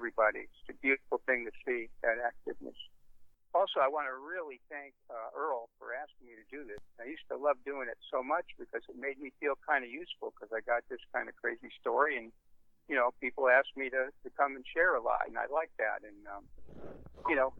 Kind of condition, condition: link, phone line